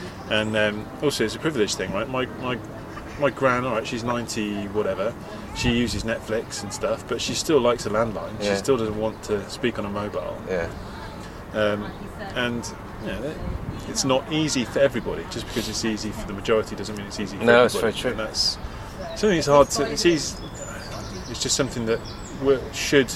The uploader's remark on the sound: In other amazing news we got back into a real live pub! Well...outside a real live pub but that's still pretty cool, especially as the sun was out!